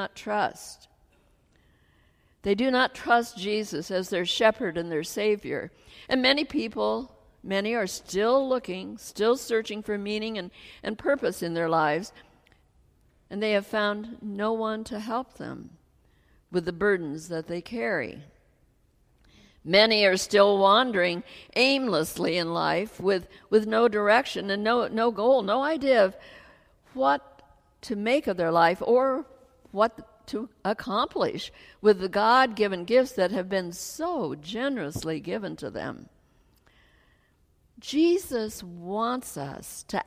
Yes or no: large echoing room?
yes